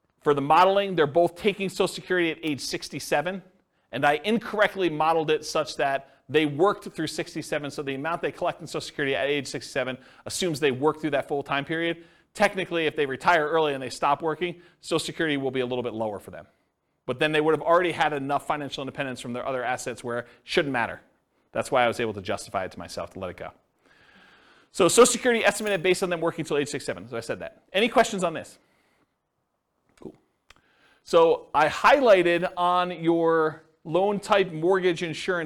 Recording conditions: live audience